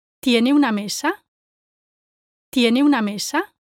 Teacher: The word he should have stressed is the verb tiene.